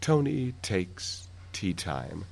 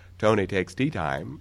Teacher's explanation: Probably we're going to have a little puff of air, a little aspiration there · Shown in: first take